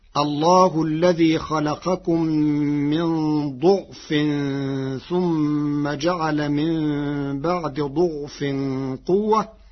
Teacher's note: قرأ ورش الكلمات الثلاثة بضم الضاد فتصير الله الذي خلقكم من ضعف ثم جعل من بعد ضعف قوة ثم جعل من بعد قوة ضعفا وشيبة، وهو مصدر.